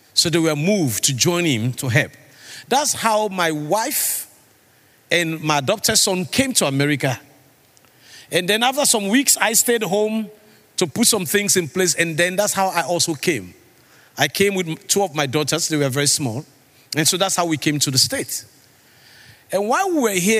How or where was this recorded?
live audience